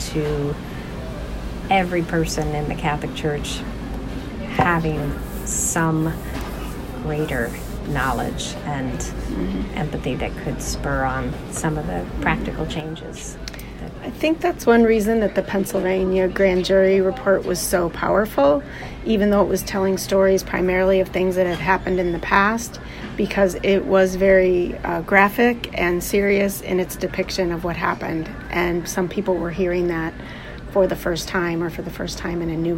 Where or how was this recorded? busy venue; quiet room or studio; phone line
busy venue